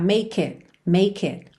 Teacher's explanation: A gente junta make it pelo K.